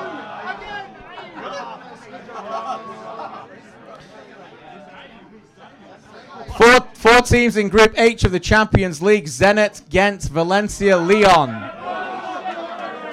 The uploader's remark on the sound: Brings his annual Quiz to the big stage and the Soccer Talk audience plays along.